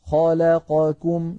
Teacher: توالى أربع أحرف متحركة لابد من المساواة بين أزمنتها، فلا نقول مثلا خلقكم هكذا نخطفها، خلقكم نسوي بينها.